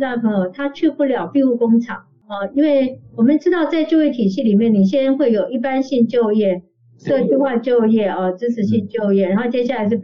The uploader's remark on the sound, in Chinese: 本集採線上錄音，音質欠佳請見諒